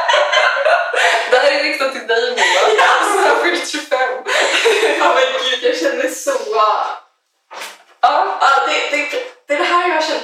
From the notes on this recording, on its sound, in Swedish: JA DET ÄR HEMSKT LJUD I DET HÄR AVSNITTET